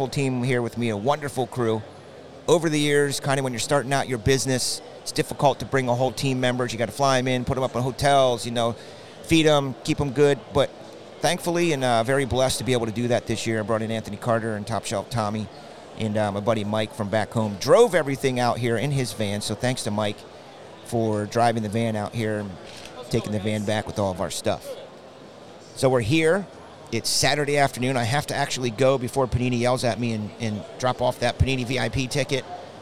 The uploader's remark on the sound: LIVE FROM THE NATIONAL.